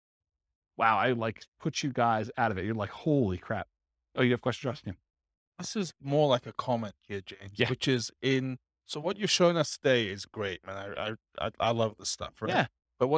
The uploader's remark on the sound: Abilene, Texas. This was a live class recorded to give investors a solid qualitative overview of all the different real estate investing strategies.